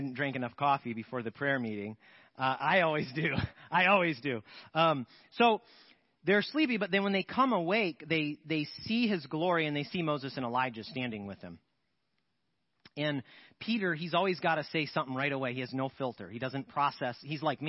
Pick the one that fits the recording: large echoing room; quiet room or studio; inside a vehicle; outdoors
large echoing room